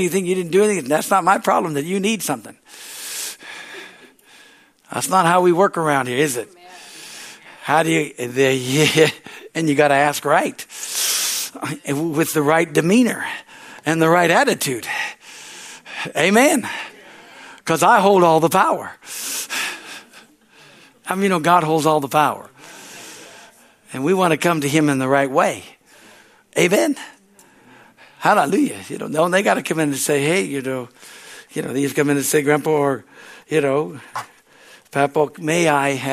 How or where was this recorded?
large echoing room